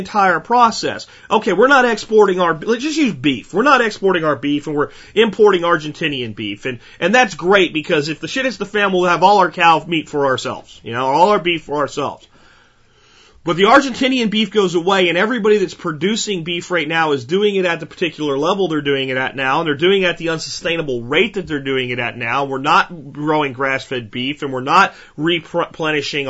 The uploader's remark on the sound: Call in friday